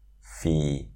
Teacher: One of my favorite loan words is free, which comes from free in English. And this word might also be pronounced as just fee, because Thai people like to cut off the R sound in words.